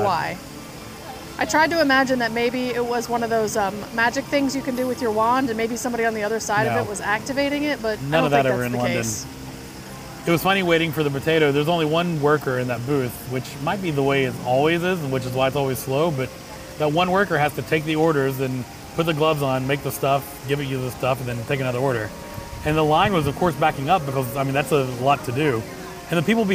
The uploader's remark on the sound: Live From the Parks